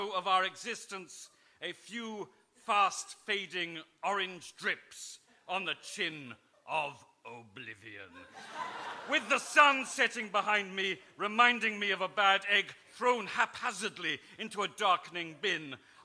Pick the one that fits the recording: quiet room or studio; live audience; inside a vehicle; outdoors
live audience